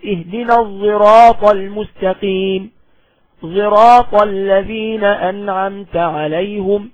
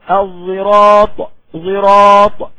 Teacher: الصاد المشمة صوت الزاي اللي هي الظاء بتاع العوام بدون إخراج طرف اللسان · Term: الإشمام